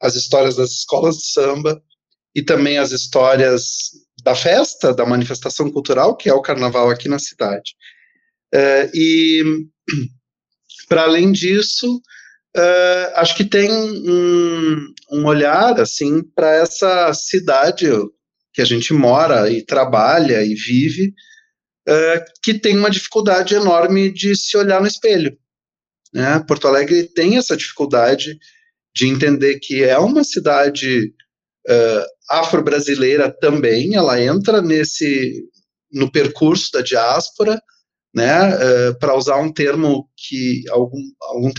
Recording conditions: video call